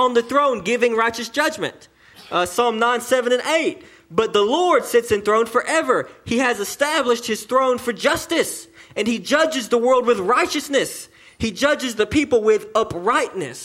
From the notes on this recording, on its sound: sermon delivered to Cottondale Baptist Church in Eastman, GA on 2/3/19 AM